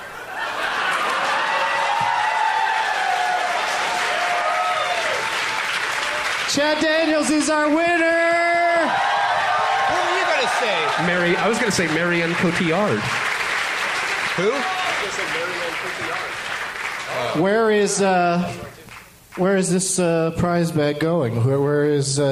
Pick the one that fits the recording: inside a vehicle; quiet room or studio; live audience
live audience